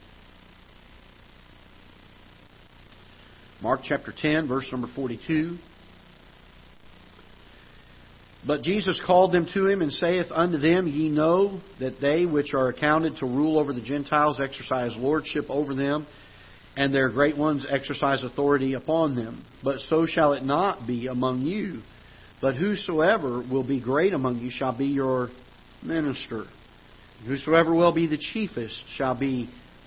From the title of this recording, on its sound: Ketha Heights Baptist Church ~ Live Broadcast